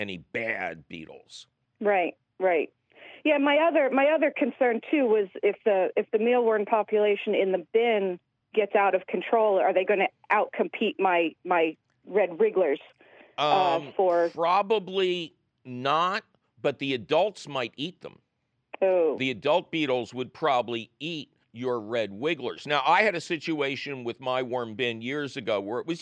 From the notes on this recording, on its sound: Of course, we take your fabulous phone calls.